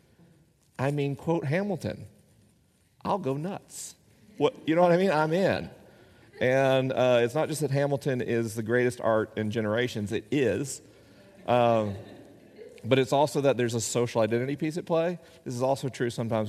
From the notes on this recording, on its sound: This week is a live episode: the questions are unscreened and the answers are unrehearsed.